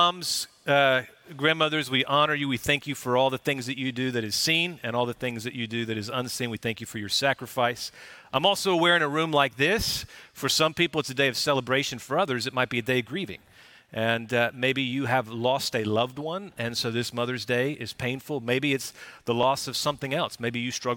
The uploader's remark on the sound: Recorded live at Brookwood Church on 5.14.2023